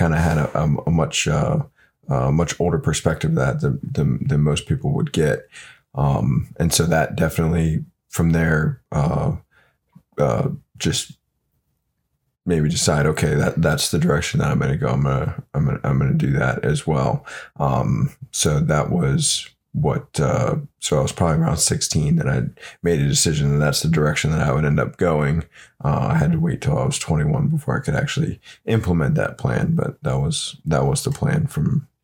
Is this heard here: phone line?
no